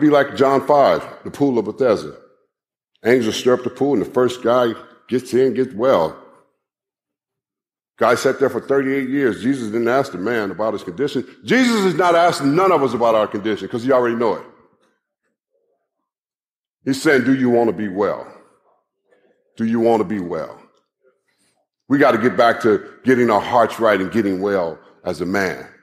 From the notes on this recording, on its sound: live message from the Kingdom Men's Gathering